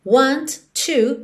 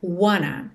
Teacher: É sempre importante reforçar que esse wanna é apenas uma maneira informal de contrair want e to, ok? Então a gente junta duas palavras numa só, want to vira wanna · Shown in: second take